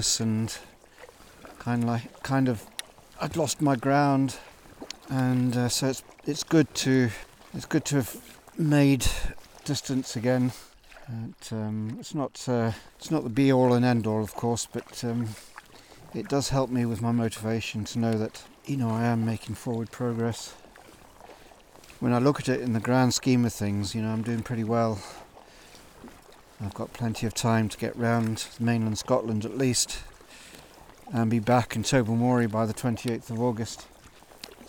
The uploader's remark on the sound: I recorded this live while sea kayaking up the west coast of Scotland. Paddling Into Loch Torridon.